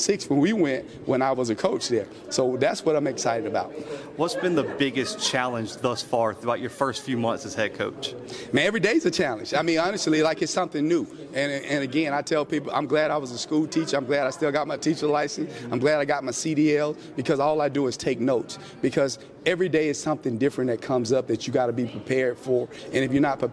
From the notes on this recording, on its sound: live from SWAC Media Day in Birmingham, Alabama